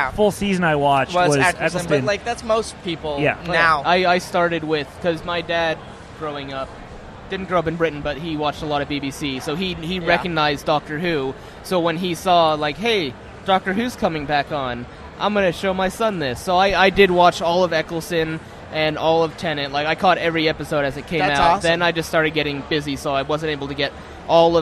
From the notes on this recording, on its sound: broadcast live cdom Wondercon 2018 in Anaheim